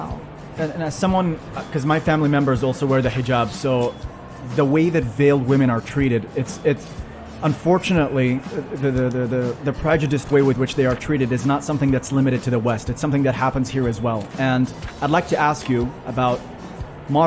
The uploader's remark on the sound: Pulse 95 Live from Sharjah Book Fair. During the live broadcast from the Sharjah International Book Fair.